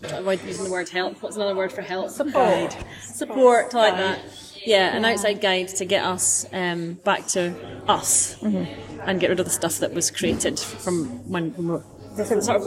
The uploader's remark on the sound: Please note these episodes are recorded chats in Starbucks so may have more background noise than a usual podcast.